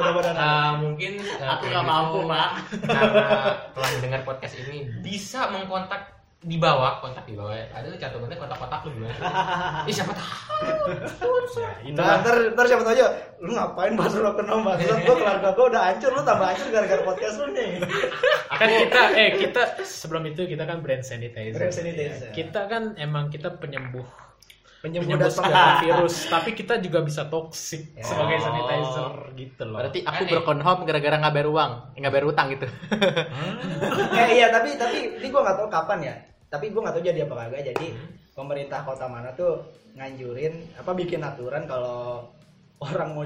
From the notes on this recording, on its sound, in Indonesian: Mohon maaf agak bergema suaranya kami syuting di goa.